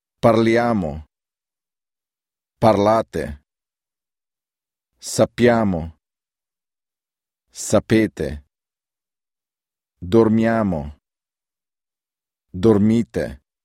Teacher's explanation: Every verb in the first and second person plural, noi, and voi, is stressed on the second to the last syllable.